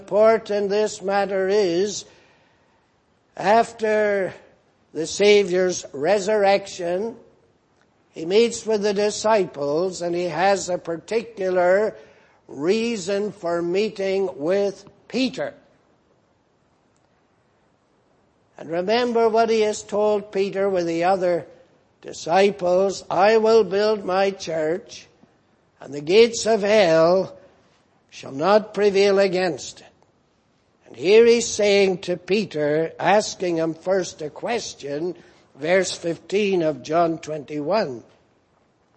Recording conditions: large echoing room